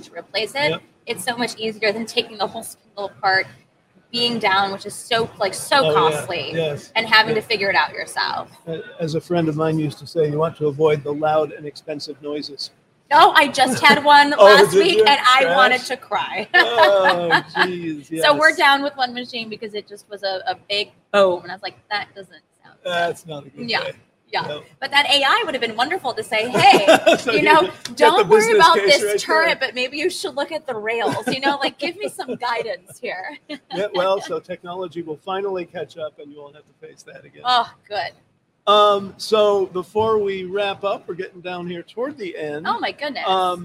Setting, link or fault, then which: setting, busy venue